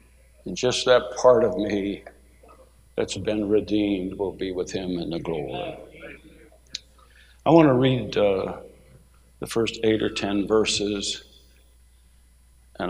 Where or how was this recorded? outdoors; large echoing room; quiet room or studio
large echoing room